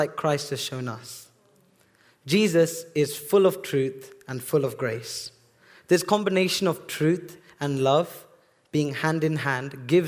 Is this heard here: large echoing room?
yes